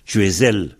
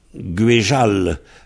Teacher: dans le Trégor, le Z est devenu Je · Shown in: second take · dont on dit Guéjal, bah, c'est vrai que ze et je, c'est assez proche, hein.